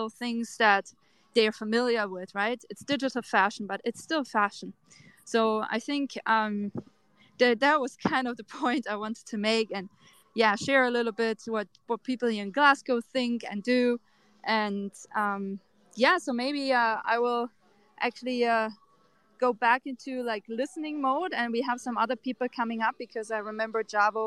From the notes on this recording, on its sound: Reported LIVE from Tech adventures, where we explored the Meta Jungle in Glasgow, Scotland! Talked with different artists and sponsors directly at the location!